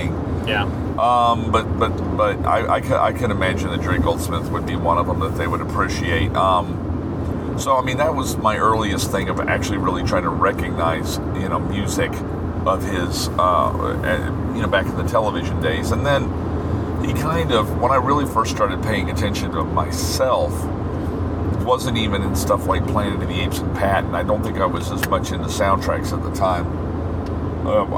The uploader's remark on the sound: This might be the episode of the show recorded in the strangest fashion. This required a road trip. I thought it might be a good idea to record what occurred in the car just in case the police became involved. Hearing the car beep and the GPS tell us about traffic problems.